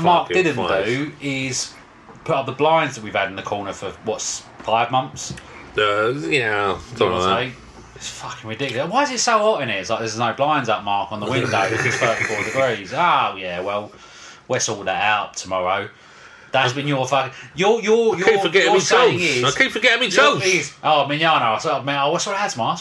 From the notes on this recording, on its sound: We are back, in a baking hot room, drinking gin and moaning. Sorry about the noise outside!